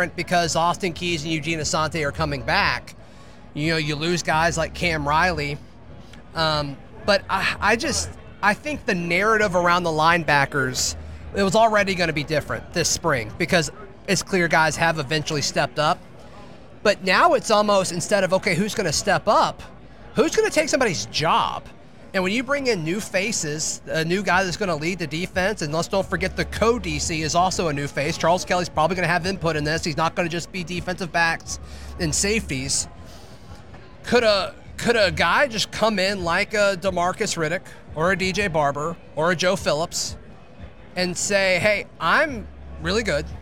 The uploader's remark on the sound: recorded live from the Senior Bowl